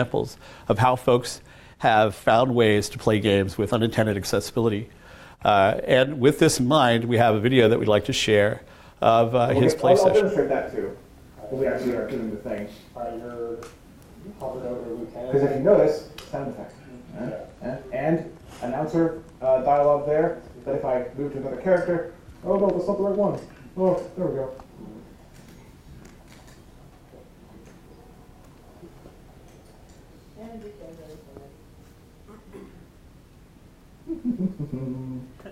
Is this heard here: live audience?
yes